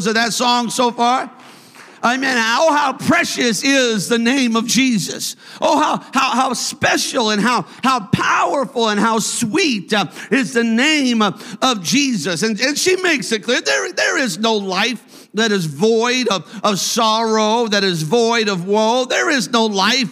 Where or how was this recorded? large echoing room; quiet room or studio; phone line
large echoing room